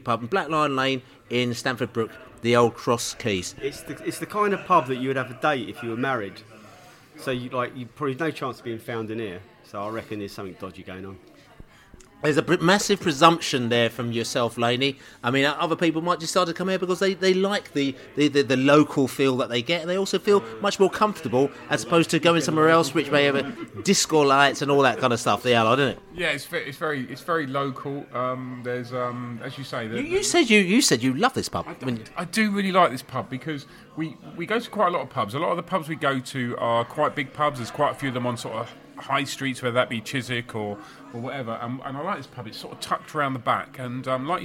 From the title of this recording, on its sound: Podcast From The Pub